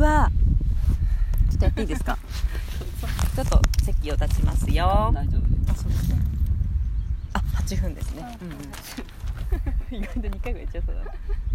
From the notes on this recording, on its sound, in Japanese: 今日は芋と栗をつつきながらの収録だよ！岐阜県のシンボル、長良川のほとりにて火を起こし、芋を焼き、栗をころがし、きのこを食らう。というわけで、野外収録です！秋の空、鳥や川と山々の音すべてを、まるっとパッキングしましたよー！